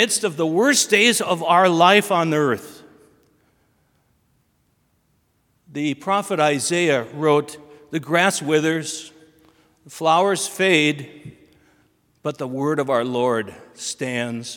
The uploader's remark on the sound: Sermon from BLC Chapel